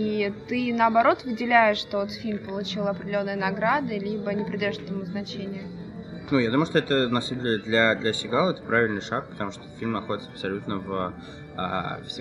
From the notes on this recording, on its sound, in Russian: записан на фестивале «Кинотавр».